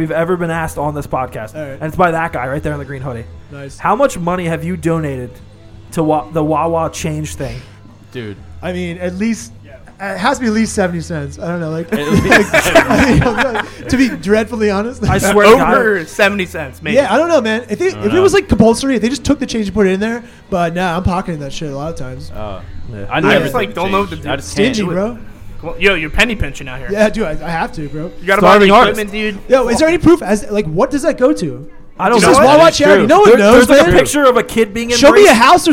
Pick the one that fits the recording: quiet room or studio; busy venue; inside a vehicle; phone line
busy venue